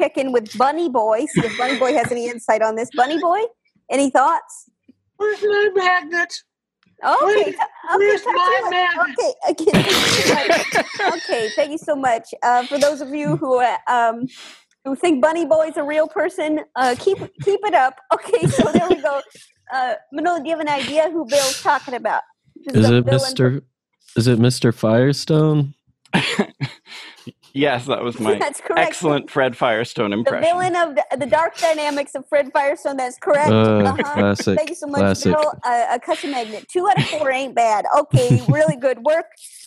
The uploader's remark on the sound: Play listener-created games with callers via Zoom!